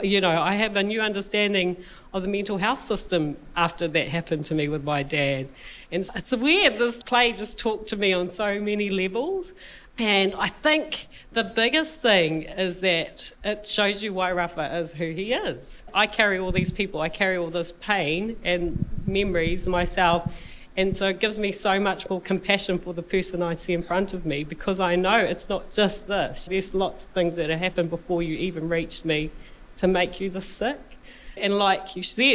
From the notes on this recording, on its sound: Recorded live at the ASB Waterfront Theatre after a performance of 'Things That Matter'.